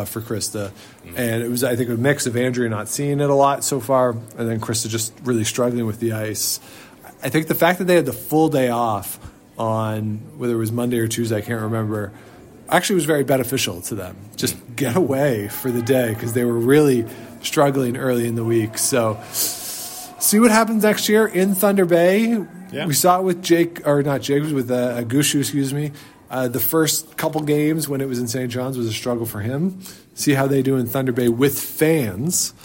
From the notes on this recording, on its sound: We join you nearly live from the Ottawa Curling Club